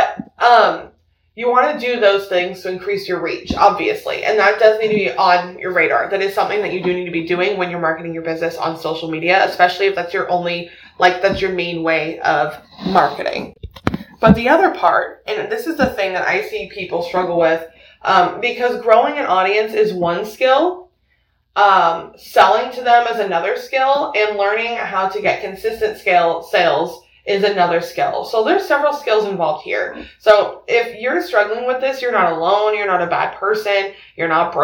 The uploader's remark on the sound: there is a bit of an audio issue and I apologize.